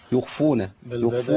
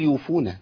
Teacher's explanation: إخفاء حرف الخاء عندما يكون ساكن · Shown in: second take